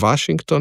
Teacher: Washington z dvojnim V-jem, SH, NG, ne, čeprav je K izgovorjen, in imamo potem Washington, seveda pa sem izgovoril zobno-ustnični V pred samoglasnikom, ker je to sistemsko pravilo za slovenščino